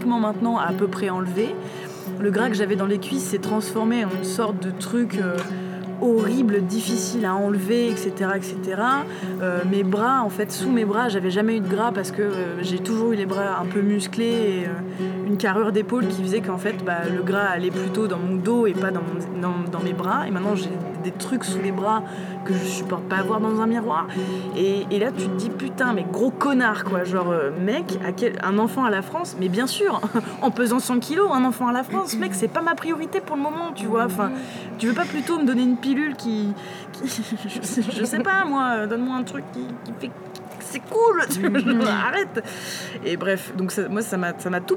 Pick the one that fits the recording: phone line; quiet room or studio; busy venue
busy venue